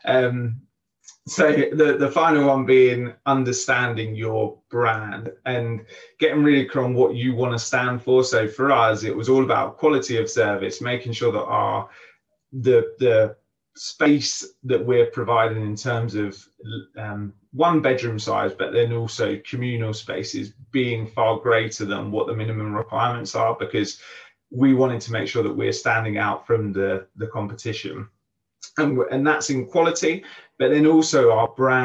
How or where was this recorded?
video call